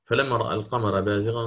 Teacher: حال الوصل وهو الذي سنفعله، يقرأ الإمام شعبة بإمالة فتحة الراء فقط